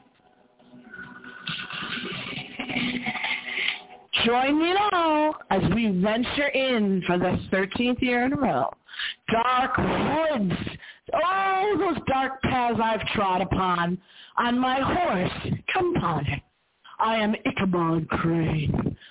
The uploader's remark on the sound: Live from The Haunted yard haunted house. This year's broadcast comes to you LIVE FROM THE HAUNTED YARD.